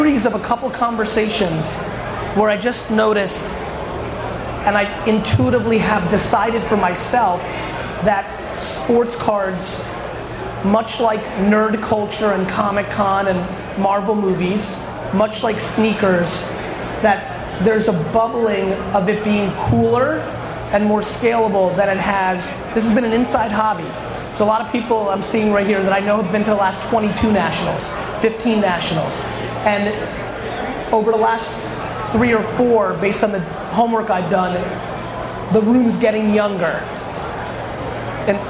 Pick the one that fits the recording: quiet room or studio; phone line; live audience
live audience